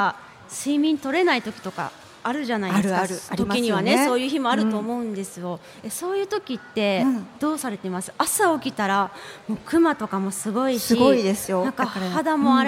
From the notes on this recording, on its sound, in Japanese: スパメッツァおおたか 竜泉寺の湯」にて行われた番組初の公開録音イベントの様子をお届け！